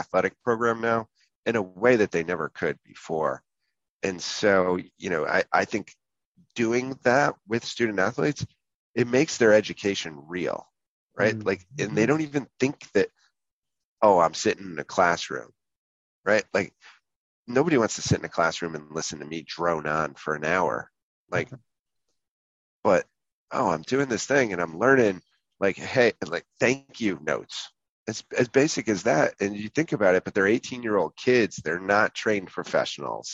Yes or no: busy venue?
no